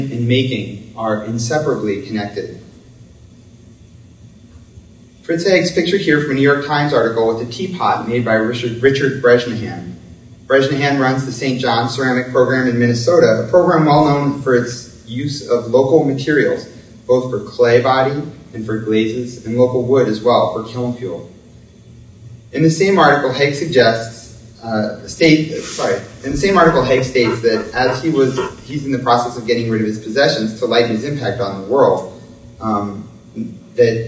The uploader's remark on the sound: Public lecture. Coincides with exhibition.